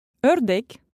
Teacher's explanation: «Ö» по звучанию похоже на русскую «ё», но, как и турецкое «э», не будет йотироваться, то есть будет произноситься без «е» в начале звука.